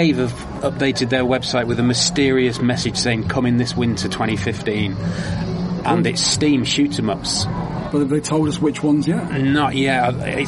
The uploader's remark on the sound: Please excuse this show's recording (live from Eurocade). Was quite ill with coldy sore throaty problems.